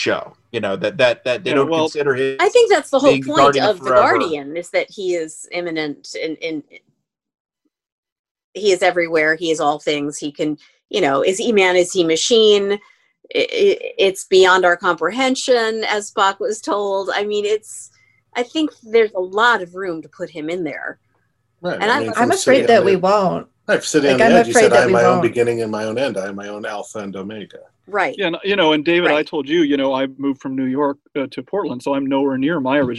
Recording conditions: video call